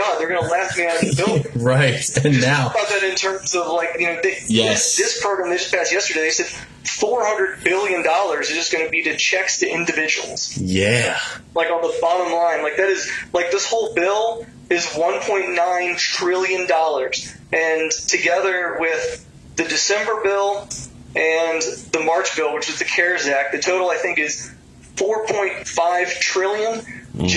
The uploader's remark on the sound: We apologize for the audio quality on this one. There were some technical difficulties.